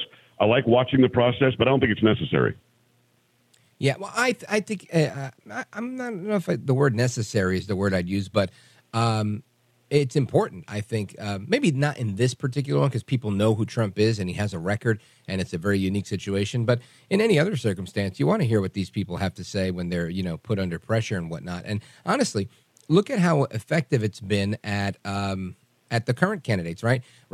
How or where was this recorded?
phone line